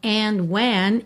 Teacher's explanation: ele não marcou o D, ficou quase que pelo N mesmo